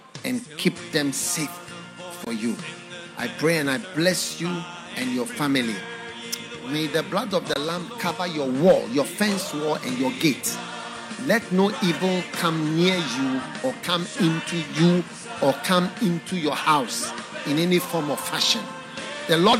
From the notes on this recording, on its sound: Preached at the FLOW Church Service.